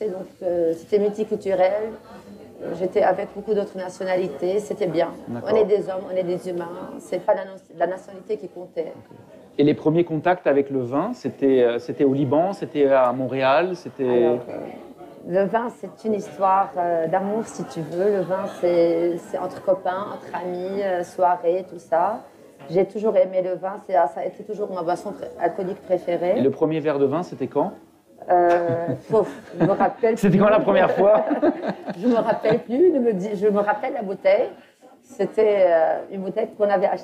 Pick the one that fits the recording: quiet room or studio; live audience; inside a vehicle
live audience